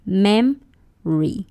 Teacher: 他们会说 memory，只有两个音节 mem 还有 re， memory。当你说这个字快一点， when you say this word really fast it would be memory。